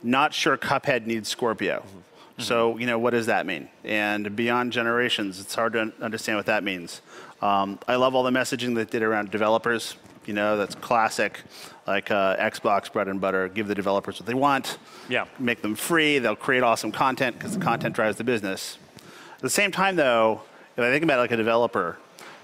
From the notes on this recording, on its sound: Aired live at E3 2016. This was our live reactions to everything that had just happened at the Xbox press conference.